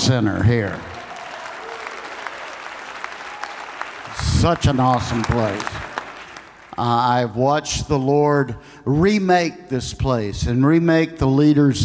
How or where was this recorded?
live audience